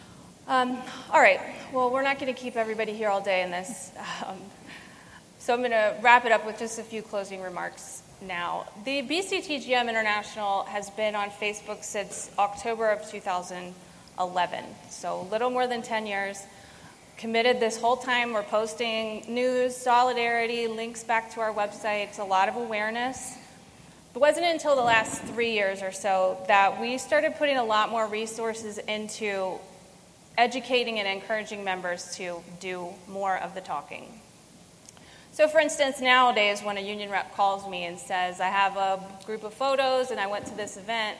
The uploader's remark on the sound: LIVE Panel Discussion from #BCTGM2022. Recorded LIVE on August 1st during the 41st Constitutional Convention. Moderates a panel discussion from the stage.